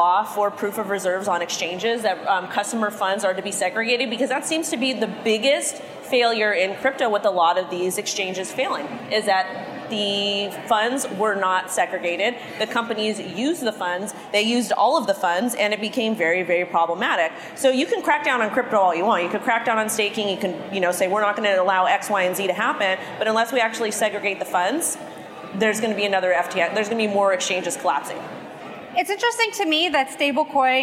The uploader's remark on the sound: "The Hash" is live from Consensus in Austin, Texas.